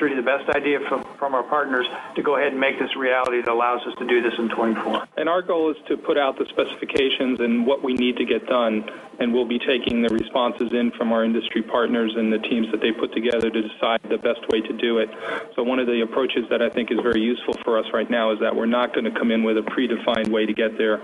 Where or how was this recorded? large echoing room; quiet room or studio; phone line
phone line